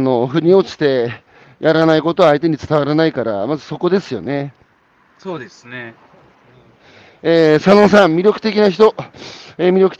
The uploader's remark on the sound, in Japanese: 歩きながら1時間、対談する。